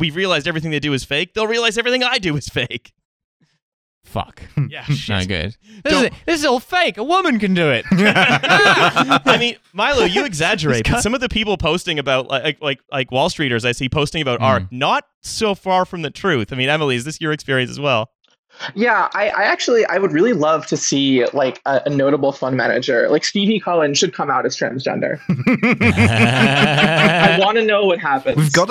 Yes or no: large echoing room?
no